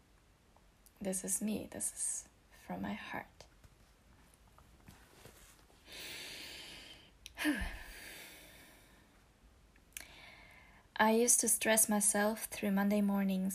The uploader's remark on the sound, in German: Normalerweise hätte ich die Aufnahme vielleicht nochmal gemacht, weil ich vergessen habe, meine Benachrichtigungen am PC auszuschalten und sie im Hintergrund zu hören sind. Normalerweise hätte ich mir auch vielleicht erstmal ein gescheites Mikrofon besorgt, statt einfach mein Handy für die Aufnahme zu nehmen.